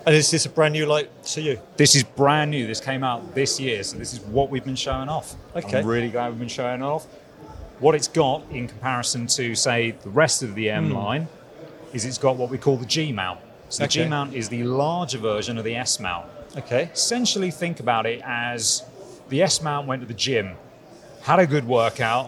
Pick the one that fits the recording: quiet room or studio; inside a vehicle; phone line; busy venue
busy venue